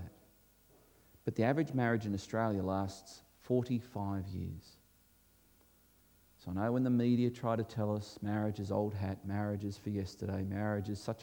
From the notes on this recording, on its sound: This was recorded before a live audience